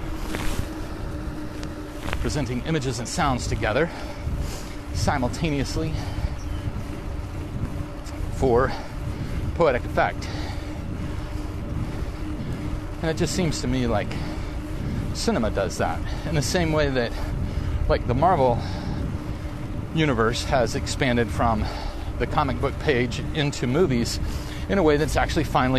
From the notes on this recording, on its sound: riding a bicycle in the rain